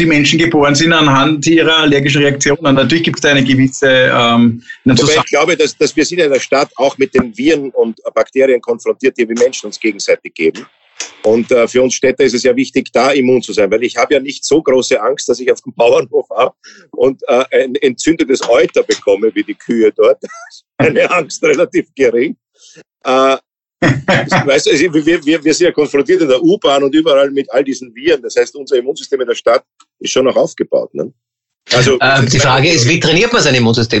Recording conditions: video call